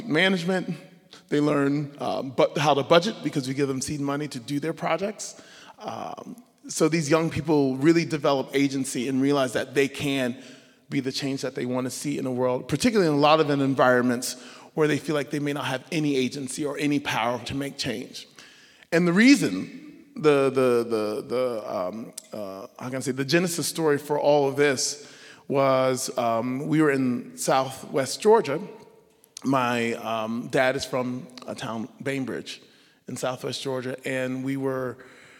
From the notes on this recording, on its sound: Live from the National Orchestral Institute. First show on the road in front of a live audience! Gildenhorn stage at The Clarice at the University of Maryland.